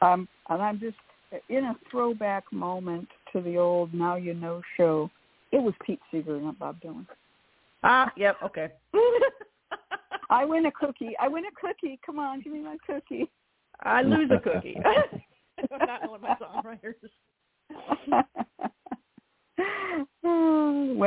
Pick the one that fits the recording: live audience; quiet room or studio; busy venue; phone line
phone line